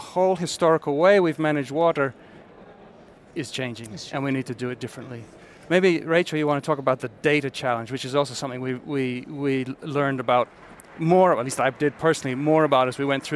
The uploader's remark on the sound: This special episode of ClimateReady was taped live at the ongoing UNFCCC COP25 in Madrid, Spain.